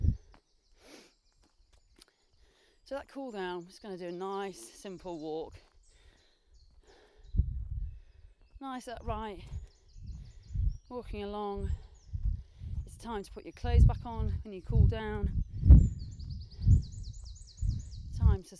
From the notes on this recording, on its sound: Recorded in the woods around where she lives, not only will you get to hear the birds chirruping in the background